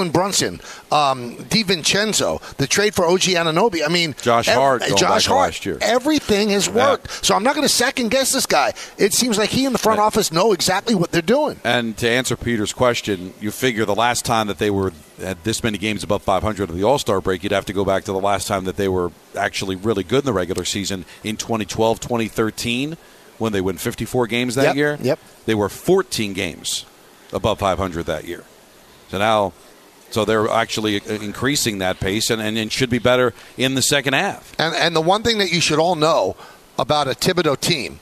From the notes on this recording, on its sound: The show is live from UBS Arena